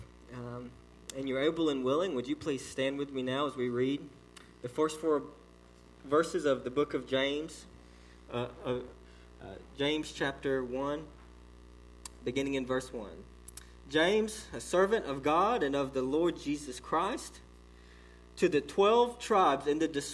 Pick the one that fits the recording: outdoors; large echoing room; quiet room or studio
large echoing room